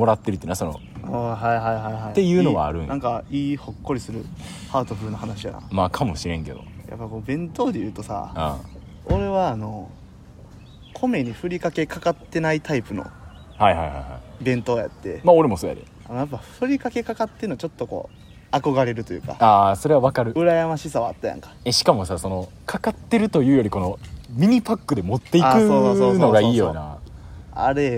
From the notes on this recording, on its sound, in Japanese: 公園で収録しているので環境音が入っています。